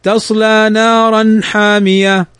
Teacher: تنوين بعده الحاء، والحاء من حروف الإظهار، فنظهر ولا نضغم